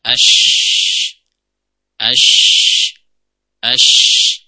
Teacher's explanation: Jangan sampai seperti huruf tha atau huruf sin ya. Tapi huruf shin itu punya makhraj sendiri yang berbeda dengan huruf sin atau tha, yaitu terletak di tengah lidah ya